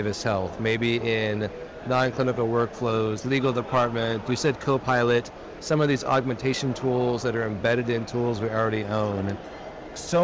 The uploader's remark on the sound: Interview in Action live from CHIME